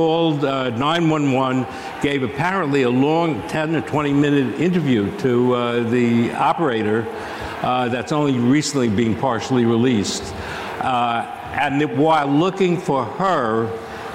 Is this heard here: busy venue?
yes